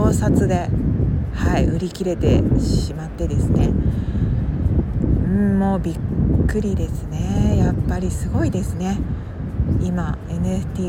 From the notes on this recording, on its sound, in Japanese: 外での収録により風の音などうるさいかもしれません